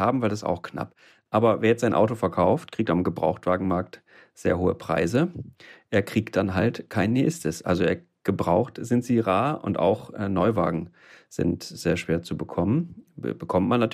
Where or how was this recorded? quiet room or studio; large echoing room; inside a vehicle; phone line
quiet room or studio